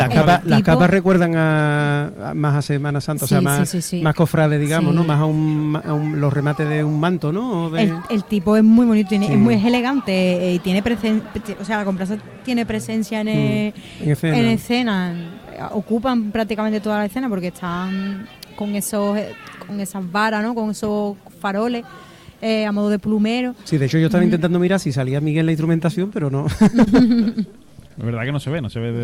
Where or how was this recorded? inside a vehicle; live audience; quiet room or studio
live audience